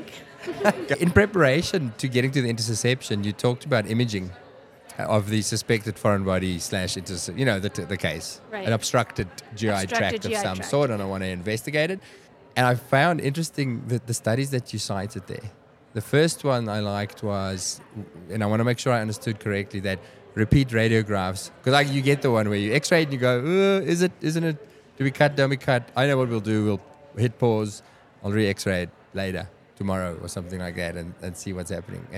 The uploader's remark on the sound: IVECCS '23 Day 1 Live Podcast Highlights. We’ll post a short highlights reel every day from our conversations with the amazing speakers at IVECCS '23.